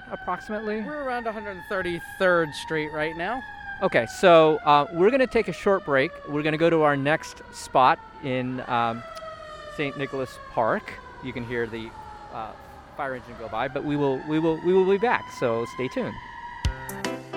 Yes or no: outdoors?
yes